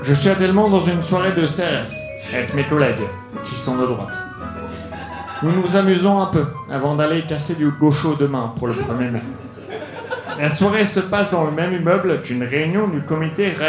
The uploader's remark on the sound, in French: Enregistré en direct et en public à la Soirée Froussin au One More.